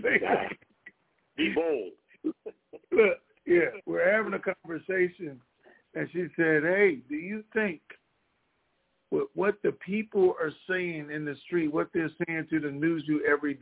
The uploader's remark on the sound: TNTSuperfantastic Conference Call